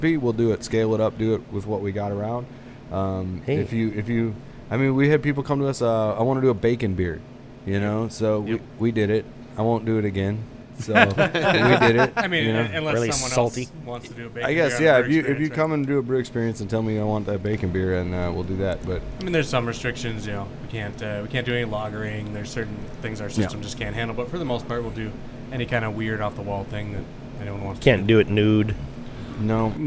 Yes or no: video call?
no